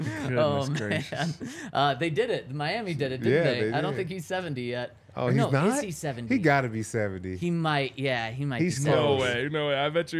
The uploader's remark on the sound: coming to you LIVE from the DNVR Bar